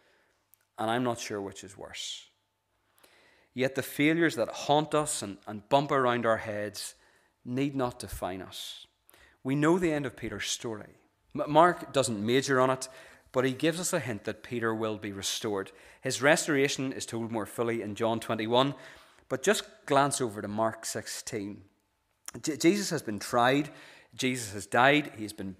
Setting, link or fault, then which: setting, large echoing room